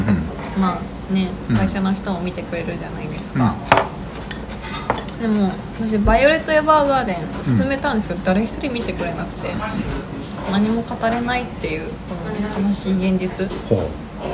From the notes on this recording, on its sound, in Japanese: 約束の地「居酒屋」での収録です